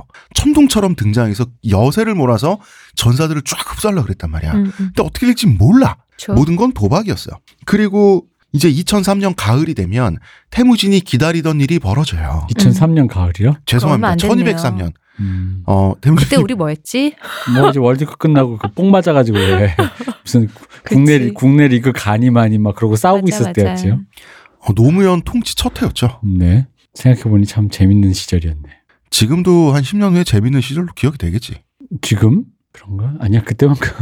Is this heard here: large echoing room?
no